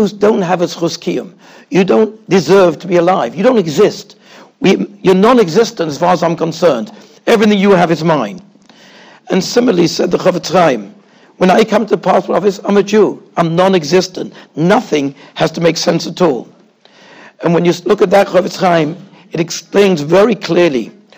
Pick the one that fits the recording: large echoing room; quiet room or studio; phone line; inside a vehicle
large echoing room